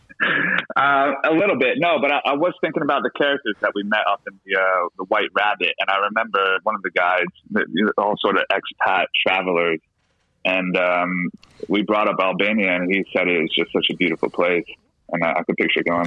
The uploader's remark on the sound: After a downright rigamarole of technological schizophrenics. Call in from London and Berlin. A pan-European discussion.